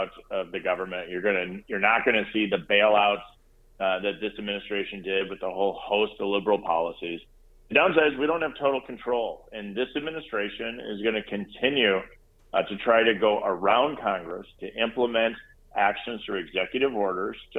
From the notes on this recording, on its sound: I spent some time on the phone